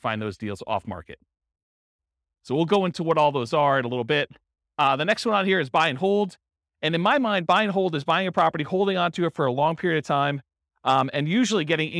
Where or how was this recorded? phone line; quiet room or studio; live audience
live audience